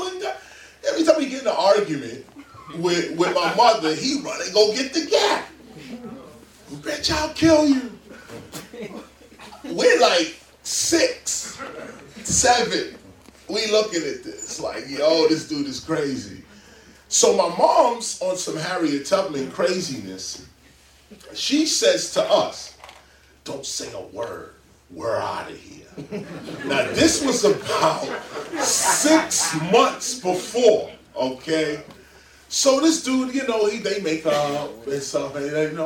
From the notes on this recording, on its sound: In front of a live audience at Queens Central Library.